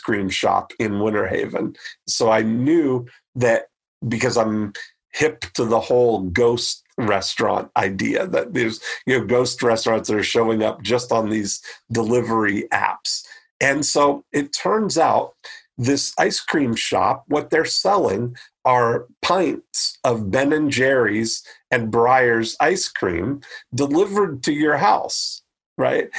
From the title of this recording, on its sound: The SECOND Ever ILM Zoom Meetup